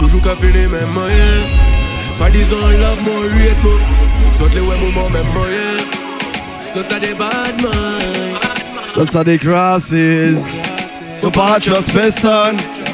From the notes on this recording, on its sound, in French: TWENTY MIX LIVE. Un petit extrait de la Tropical Storm qui a lieu un jeudi sur deux au Twenty One Sound Bar à Paris.